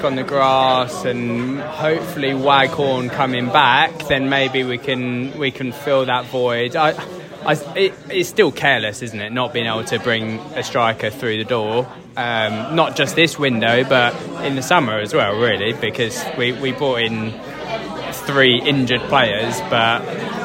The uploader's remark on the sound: SBW At The Match: Charlton Athletic (A). Recorded throughout the day and directly in the away at The Valley, this is our audio adventure and highlights from a gritty, hard-fought 1-0 victory.